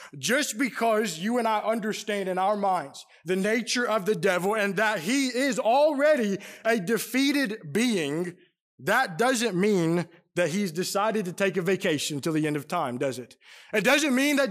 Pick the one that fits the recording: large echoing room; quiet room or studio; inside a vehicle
large echoing room